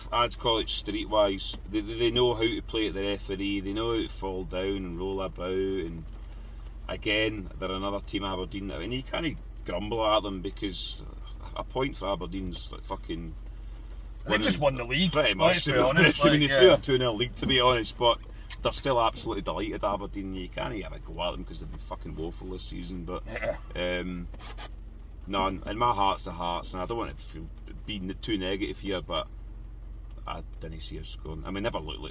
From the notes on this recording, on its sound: Our reaction from the car after Rangers drop more points at home.